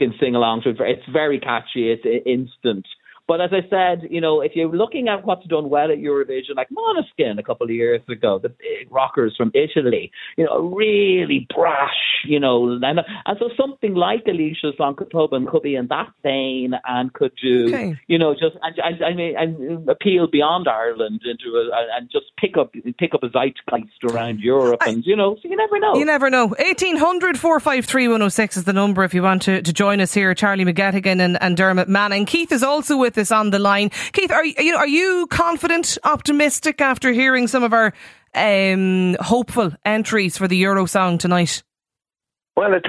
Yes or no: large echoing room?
no